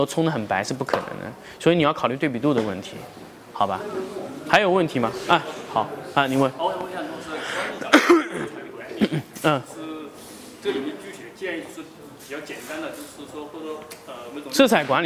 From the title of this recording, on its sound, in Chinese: 成都家具workshop 现场答疑录音